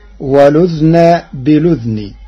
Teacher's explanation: قال الله تعالى: والأذن بالأذن. قرأ ورش كلمتي والأذن بالأذن بإسكان الذال معا فتصير ولذن بلذن، مع نقل حركة الهمز إلى الساكن قبلها.